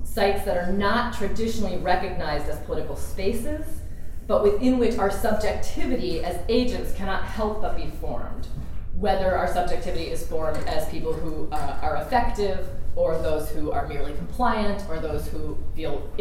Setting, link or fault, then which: setting, large echoing room